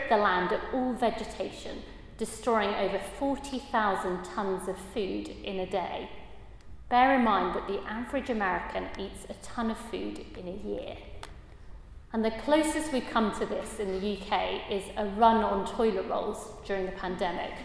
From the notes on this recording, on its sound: a Christians in Parliament Chapel Service which was held in the Chapel of St Mary Undercroft